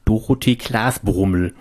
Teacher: Ich habe das auch immer optisch vor Augen, also Dorothee-Glasbrummel, dieser Name, Vorname und Nachname in einem, endet mit einer Schnute. Dunkle Vokale, O und U. Und in der Mitte ist es hell, E und A.